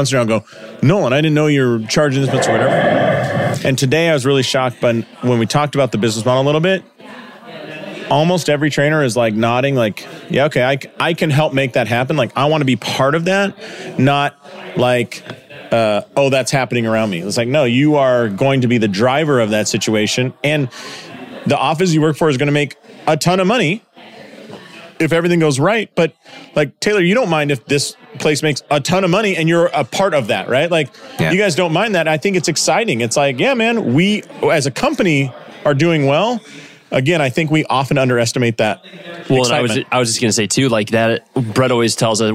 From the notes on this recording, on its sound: Live in St. Louis at Winchester Spine and Sport. This was recorded during a Clinic Gym Hybrid Live Event.